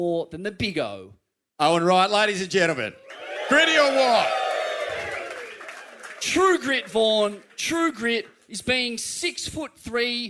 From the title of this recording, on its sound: Retirement Party LIVE from Torquay